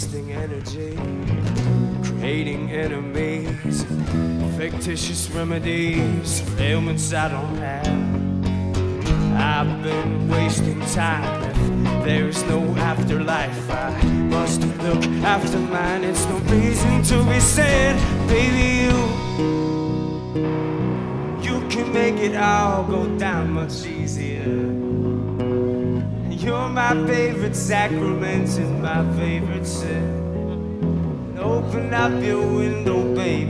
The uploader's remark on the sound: Live At The Saint Asbury Park, NJ